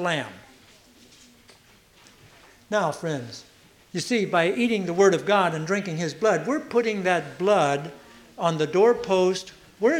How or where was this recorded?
large echoing room